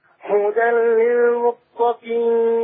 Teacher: ذلك الكتاب لا ريب فيه هدى للمتقين. ليه معلومة لما يجي التنوين ورا منه لام هتنطق اللام بس من غير ما نعلق لساننا عليها